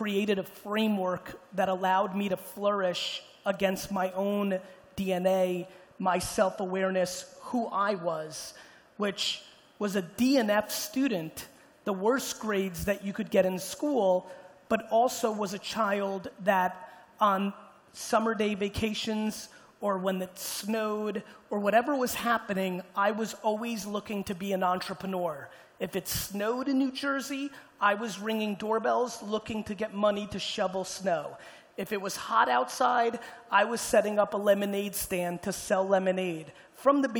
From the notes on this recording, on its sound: Keynote in UAE. Getting up in front of the crowd in Dubai.